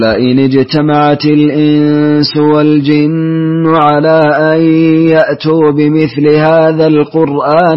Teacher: قرأت لقالون قصرت منفصل أسكنت ميم الجمع